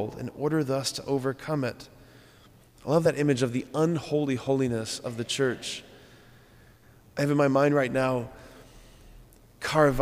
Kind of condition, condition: setting, large echoing room